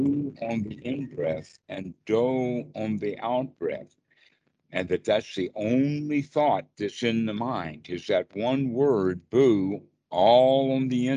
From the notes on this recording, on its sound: skype calls on this channel